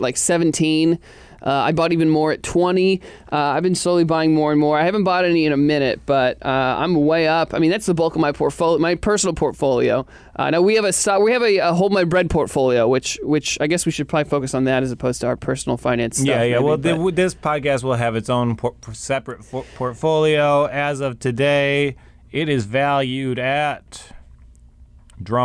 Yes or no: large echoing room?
no